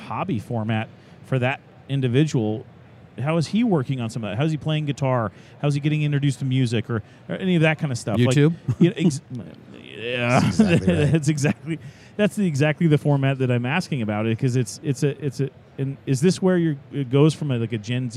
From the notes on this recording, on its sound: live from AIA 2019 Exposition.